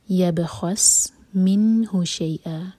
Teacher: ربہ، ہو ہے مد صلہ صغرا، دو حرکہ لمبا، ولا یبخس، با پر قلقلہ، خا ہیوی اور سین پر وسل والا ساؤنڈ سیٹی کی طرح